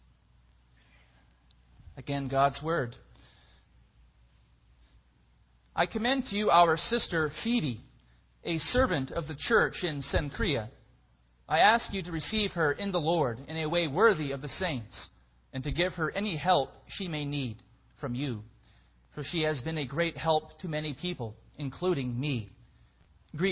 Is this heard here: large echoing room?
yes